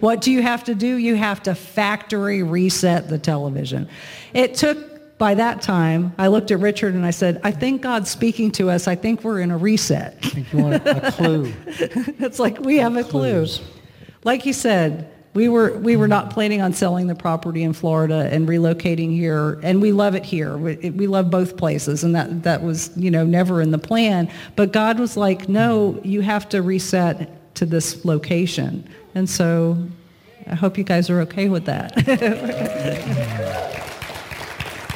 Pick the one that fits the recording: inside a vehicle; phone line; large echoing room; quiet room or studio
large echoing room